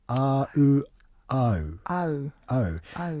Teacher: So you've got T, and then you've got A and U. So A and U together become O.